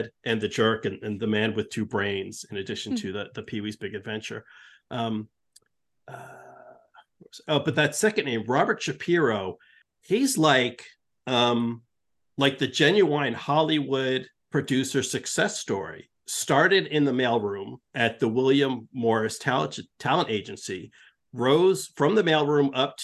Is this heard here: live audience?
no